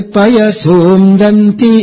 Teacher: It is the ya akshara which receives the upper intonation. So that's why we need not take pa upward. Like it